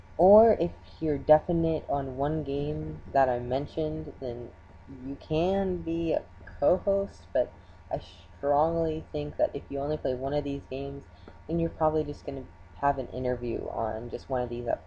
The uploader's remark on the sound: Srry for bad audio I didn't have my usual mic.